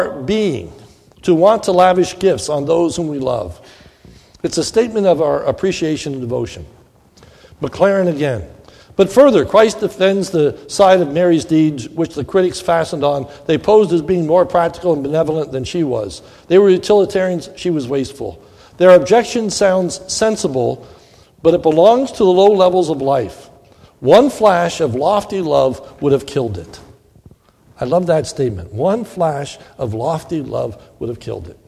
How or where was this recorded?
large echoing room